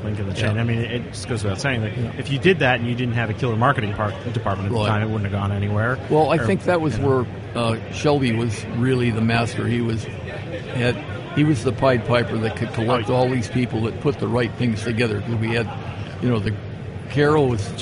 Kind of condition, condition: setting, busy venue